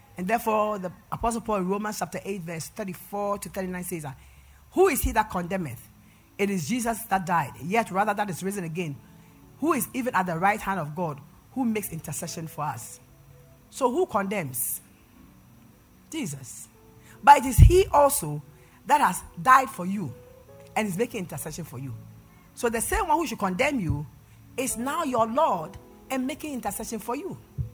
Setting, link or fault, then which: setting, large echoing room